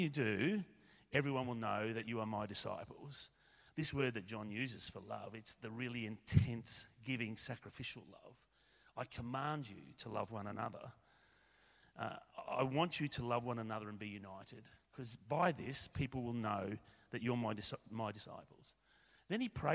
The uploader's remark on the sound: A recording of Shredder Sunday, our special service in Gayndah